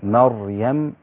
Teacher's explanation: الراء ساكنة قبلها مفتوح تبقى الراء مفخمة